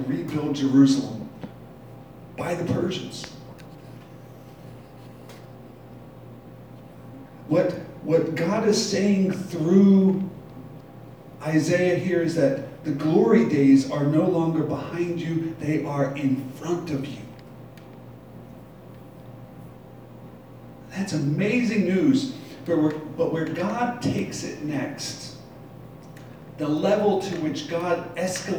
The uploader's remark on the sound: Live from Black Cloister Brewing Company.